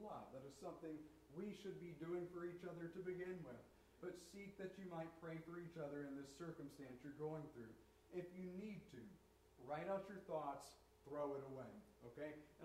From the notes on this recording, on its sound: Turn the volume up high, this recorded a little poorly.